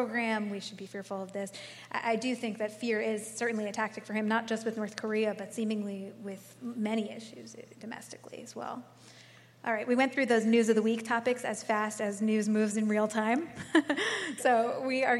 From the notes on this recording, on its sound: live on stage at Washington, DC's Warner Theatre